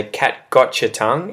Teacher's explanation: turn the TY there on the end and the start of those two words, got and your, into a ch to make it, to make them link better so that they kind of, they're smoother when you speak. · Term: gotcha